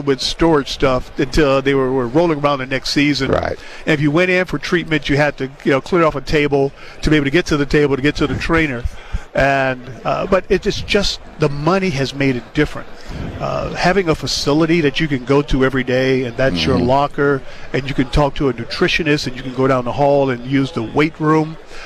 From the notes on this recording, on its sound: while on Radio Row at the Super Bowl in Las Vegas